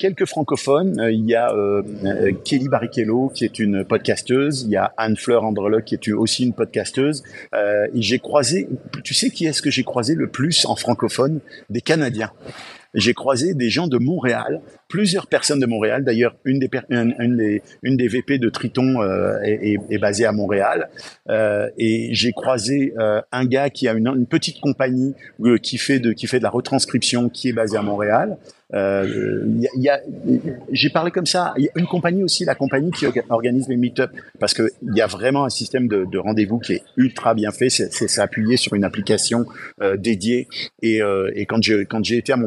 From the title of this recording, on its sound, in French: En direct du Podcast Movement